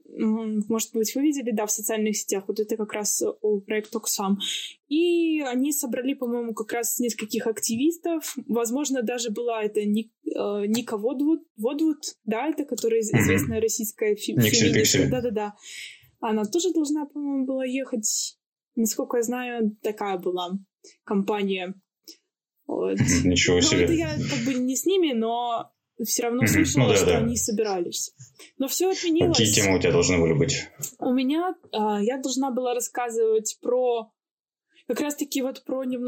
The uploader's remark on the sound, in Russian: С нашей новой гостьей мы записывались удаленно, находясь на самоизоляции и в режиме повышенной готовности.